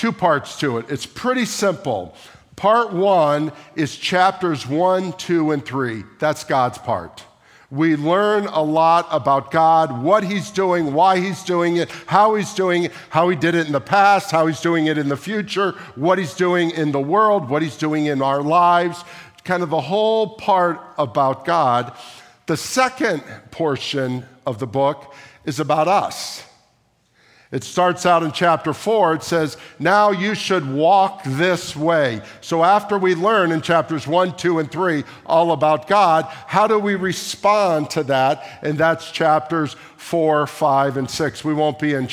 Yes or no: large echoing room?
yes